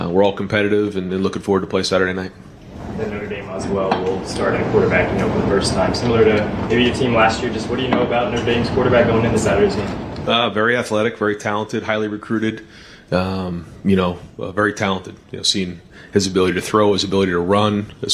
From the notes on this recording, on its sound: Press conference. Addresses the media on Tuesday August 30, 2022 at the Woody Hayes Athletic Center in Columbus, Ohio. During this news conference.